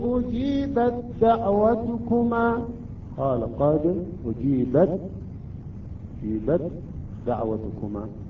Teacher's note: التاء ساكنة بعدها حرف الدال أدغمت هذه التاء مع حرف الدال